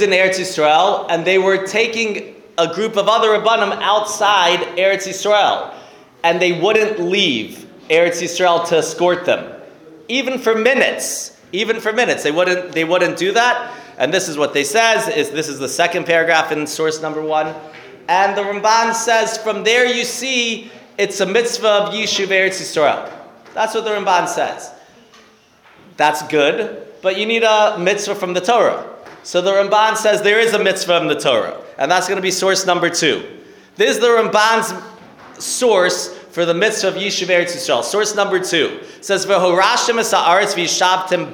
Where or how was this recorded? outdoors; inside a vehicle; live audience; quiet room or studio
live audience